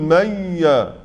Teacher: في الواو والياء لا تكون كاملة في الخيشوم، إنما يكون بعضها من الخيشوم، ثم يأتي بقية الصوت من الفم، فنقول ميا، اشترك الصوت، اشترك في إخراجه الخيشوم والفم، ميا، امسك الأنف تعلم من أين أخرج الصوت. · Term: الغنة